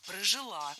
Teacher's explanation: Ударяем последний слог, окончание. Кстати, в подобных сложных глаголах женского рода чаще всего ударение падает именно на окончание.